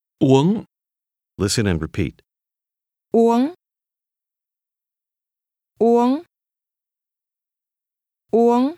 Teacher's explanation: To drink is pronounced with a high, rising tone.